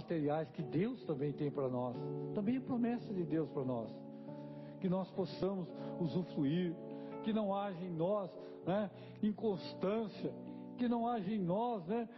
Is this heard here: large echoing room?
yes